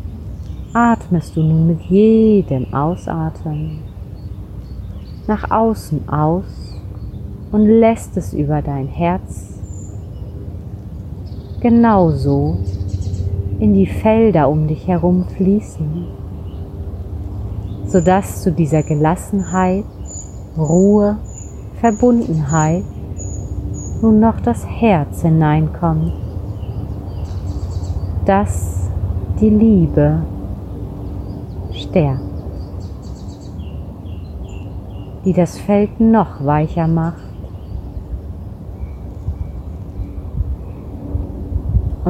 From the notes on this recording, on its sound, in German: Ich habe diese Meditation direkt in der Natur an einem besonderen Kraftort im Wald aufgenommen. Aus diesem Grund ist der Ton nicht ganz optimal und du wirst im Hintergrund Vogelgezwitscher hören.